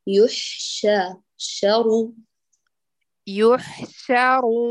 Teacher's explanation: ليس شروا لا تفخم الشين